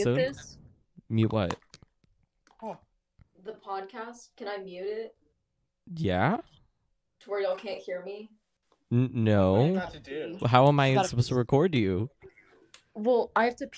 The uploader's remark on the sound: Audio a bit jank